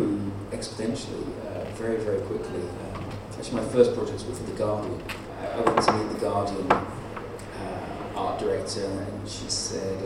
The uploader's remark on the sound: lecture at the 2018 London Original Print Fair